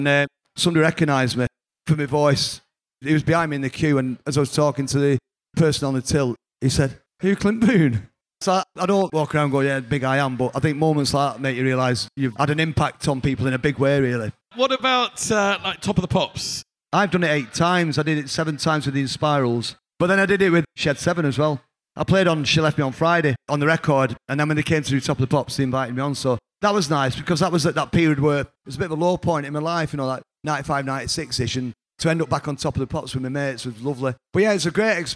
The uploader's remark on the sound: LIVE from 'Vinyl Adventures’ at Freight Island in Manchester. In this episode, recorded live.